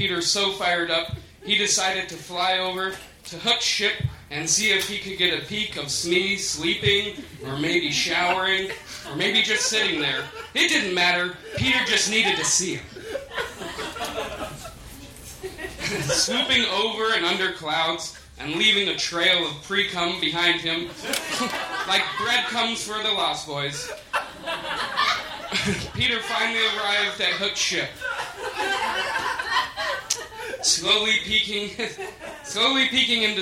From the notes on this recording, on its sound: Recorded live at The Virgil in Los Angeles on October 18, 2015.